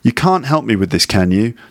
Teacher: It's obviously negative. And then there's a can in there as well, which is slightly emphasized. So it's not a schwa sound.